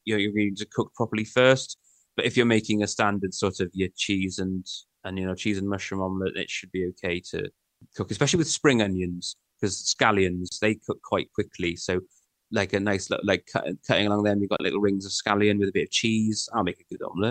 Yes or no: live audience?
no